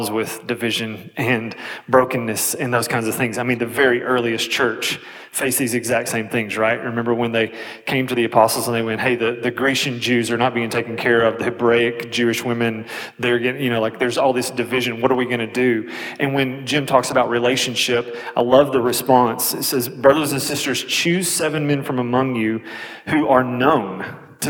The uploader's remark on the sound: This audio was from Relational Discipleship Network 's first track session from last year's Forum. This audio was from Relational Discipleship Network 's first track session from last year's Forum.